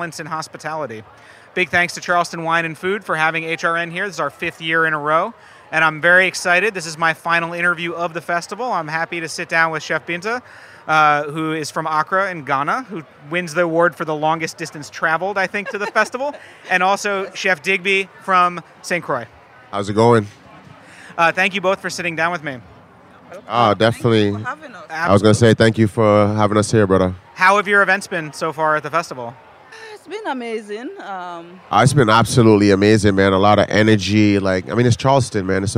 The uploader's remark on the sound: at Charleston Wine + Food 2020